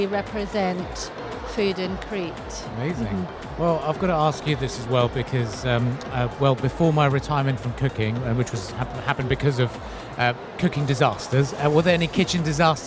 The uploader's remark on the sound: Live at SIBF 2023